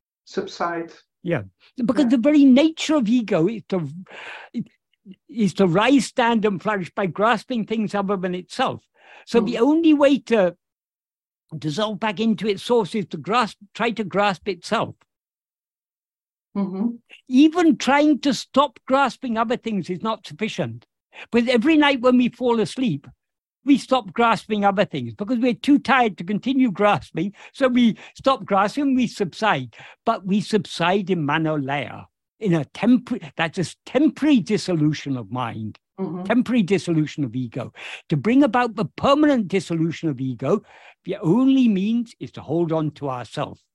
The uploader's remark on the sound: In a Zoom meeting on 3rd August 2023.